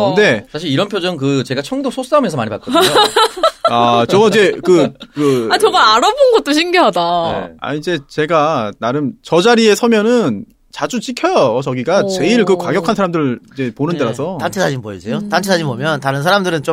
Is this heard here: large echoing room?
no